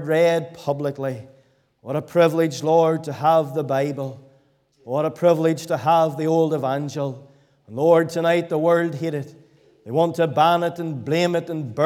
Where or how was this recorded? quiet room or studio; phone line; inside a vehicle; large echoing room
large echoing room